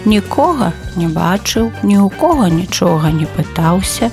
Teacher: словы «ніхто» і «нішто» у родным і давальным склонах маюць націскныя склады «ко» і «чо»